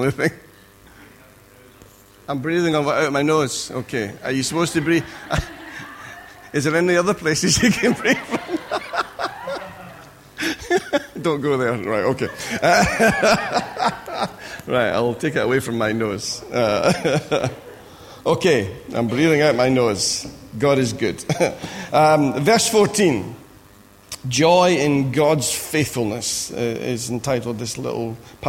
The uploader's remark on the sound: Recorded at freedomcentre church, Preston on Sunday 19th March 2017